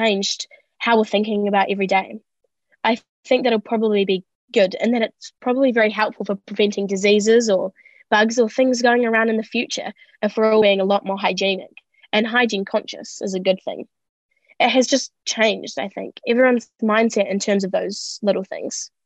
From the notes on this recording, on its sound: This recording was made over Zoom during the Covid-19 Delta lockdown in August 2021.